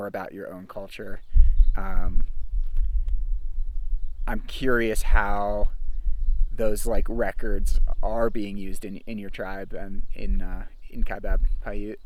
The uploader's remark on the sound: We recorded this episode sitting at a picnic table next to the rim of the Canyon, so you might hear some wind and other background noise.